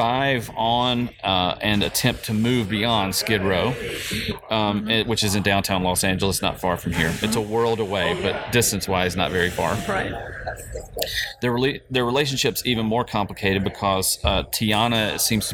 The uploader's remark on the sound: Outfest 2018. We sat down in the heart of the festival for another amazing conversation.